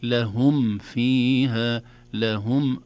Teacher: في المرة الأولى قرأت لهم فيها كان في غنى أو عدم إظهار للميم في كلمة لهم وبعدها فاء، ولكن الصحيح أن الميم الساكنة إذا جاء بعدها فاء تظهر، وأظهر لدى واو وفاء أن تختفي لقربها الميم من الشفتين لهم والفاء من الشفة السفلى في فاء، أصبح حرفان متقاربان.